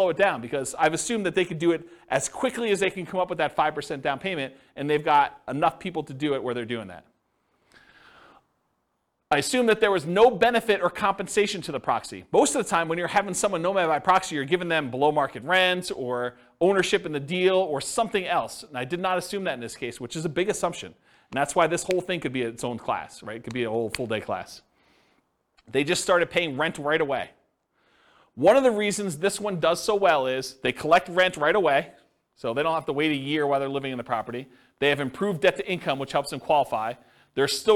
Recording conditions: live audience